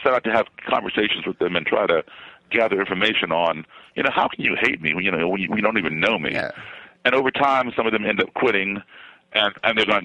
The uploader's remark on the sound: Phone calls and listener email.